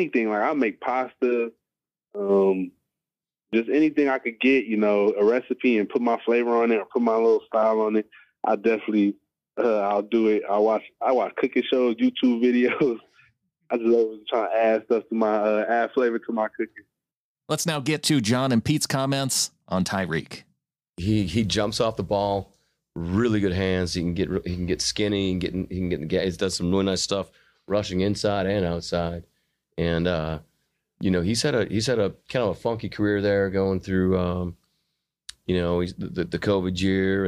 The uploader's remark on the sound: press conferences and phone calls from draft weekend